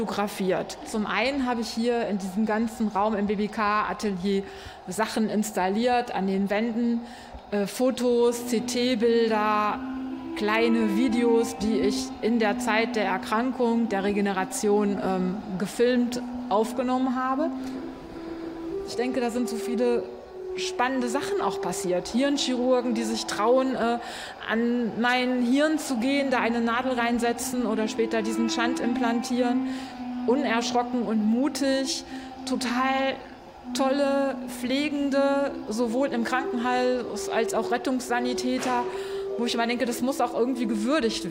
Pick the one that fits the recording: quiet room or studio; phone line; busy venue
busy venue